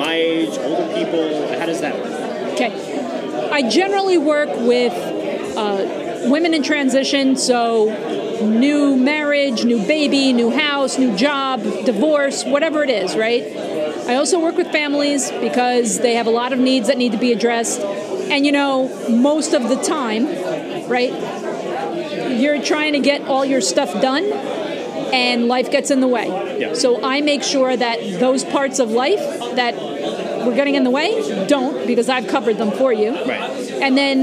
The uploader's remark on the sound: The Morning Spotlight podcast records live from the Beers and Referrals Networking Palooza on August 4th 2021. The event was held at HOPS Craft Beer and Wine Bar in Morristown, NJ.